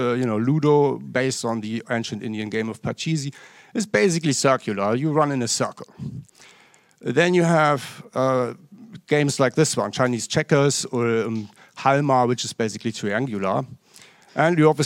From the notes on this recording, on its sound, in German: Live aus der c-base.